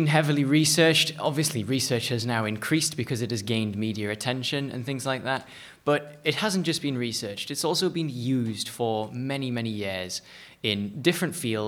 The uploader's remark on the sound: The University of Stirling Debating Society host in association with the University of Stirling Computing Club a live public debate. Live audio and recording from the University of Stirling Podcasting Society.